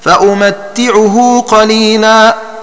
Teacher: وقرأ ابن عامر فأمتعه قليلا بتخفيف التاء ويلزم منه سكون الميم، وقرأ غيره بفتح الميم وتشديد التاء هكذا فأمتعه قليلا لأنه ضد التخفيف ويلزمه فتح الميم.